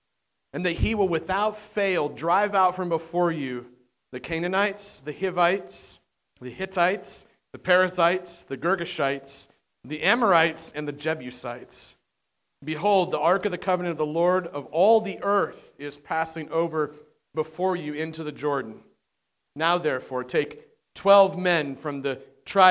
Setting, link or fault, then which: setting, large echoing room